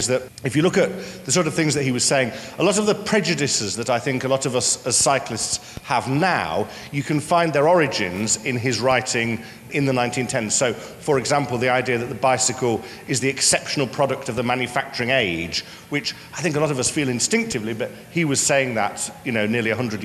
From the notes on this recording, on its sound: In a talk recorded at Friday Late "Eat, Ride, Sleep, Repeat" held earlier this year at the Victoria and Albert Museum in London.